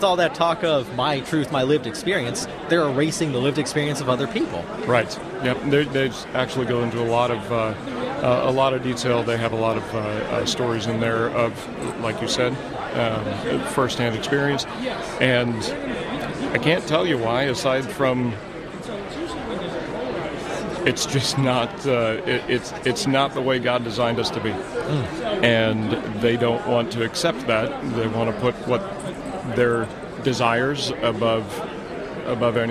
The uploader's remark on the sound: Live from CPAC.